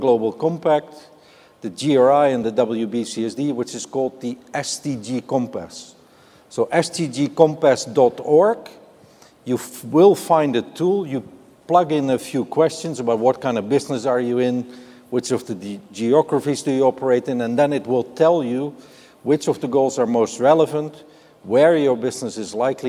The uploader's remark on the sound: The best of live interviews from GreenBiz events